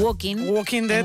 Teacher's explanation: Os diría que no pronuncian la L, al igual que ocurre en Walking.